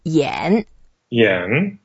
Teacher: we make an effort to go down first and then up · Term: third tone